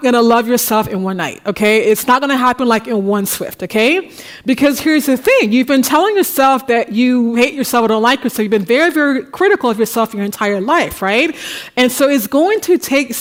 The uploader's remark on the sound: The Paris Talks audience at the Bibliothèque Nationale de France in March.